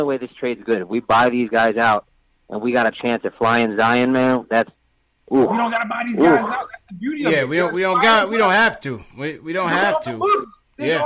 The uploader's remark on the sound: take live phone calls from Knicks fans across the globe